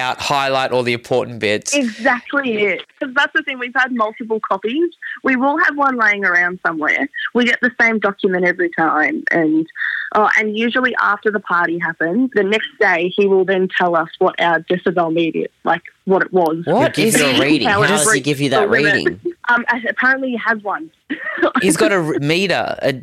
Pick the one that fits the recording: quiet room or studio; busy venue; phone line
phone line